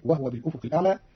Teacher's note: قرأ قالون كلمة وهو بالأفق الأعلى بإسكان الهاء فتصير وهو بالأفق الأعلى، والضم والإسكان في لغة العرب.